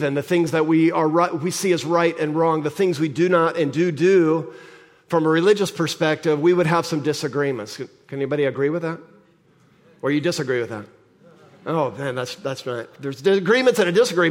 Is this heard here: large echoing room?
yes